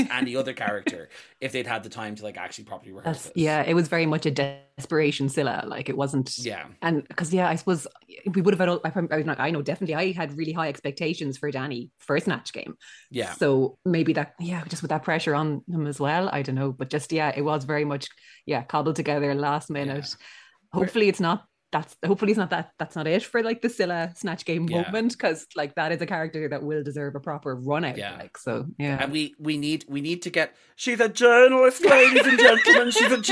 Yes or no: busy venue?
no